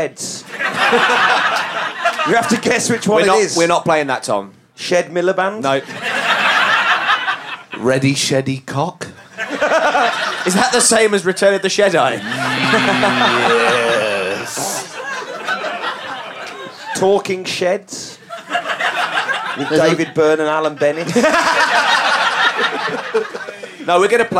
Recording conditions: live audience